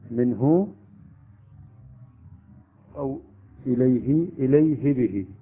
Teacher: الهاء ليس فيها إشباع، لا نمد الهاء